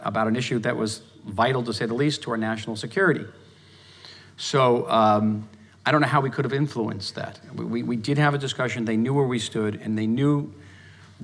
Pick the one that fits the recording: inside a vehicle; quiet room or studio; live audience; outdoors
live audience